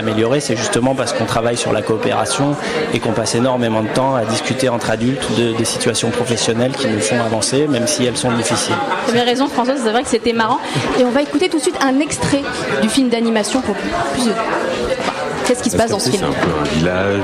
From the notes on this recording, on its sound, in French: Spéciale FIFDH au Luminor. Ce soir, on s'installe dans le beau salon du cinéma Le Luminor pour la 13ème édition du Festival International du Film des Droits de l'Homme.